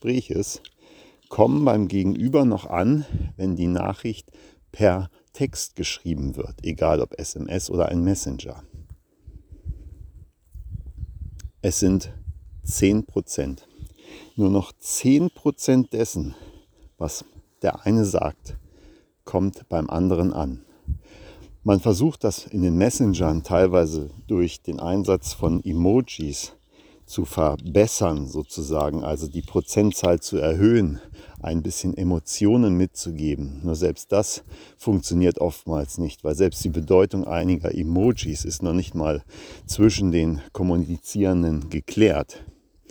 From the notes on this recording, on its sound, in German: live im Wald gesprochen